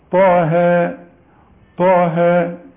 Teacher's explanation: يبقى انا بمد الطاء حركتين والهاء حركتين، يعني ألف هنا وألف هنا، لكن الهاء ما قلتش طاها.